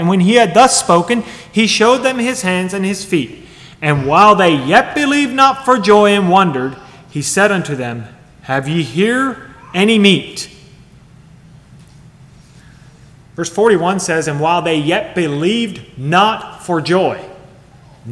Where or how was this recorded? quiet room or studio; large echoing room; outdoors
large echoing room